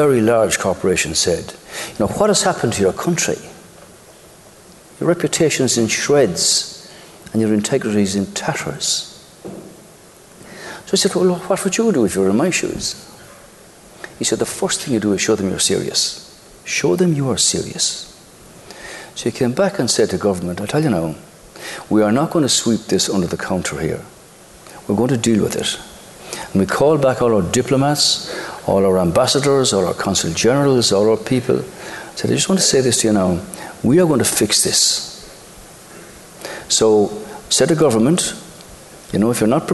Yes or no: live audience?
yes